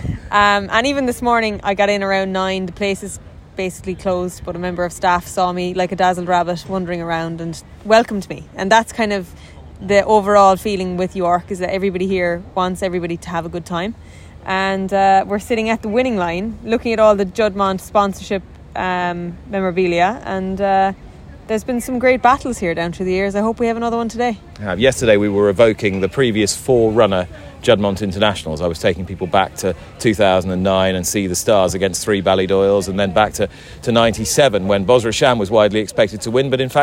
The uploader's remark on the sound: At York for the first day of the Ebor Festival.